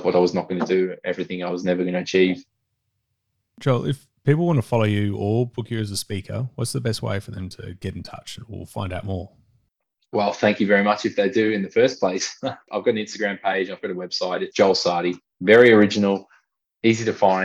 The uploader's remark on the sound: Over Zoom.